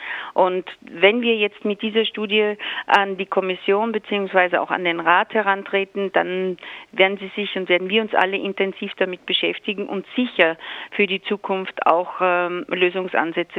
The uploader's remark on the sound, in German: Radio Corax begrüßte am Telefon eine Frau.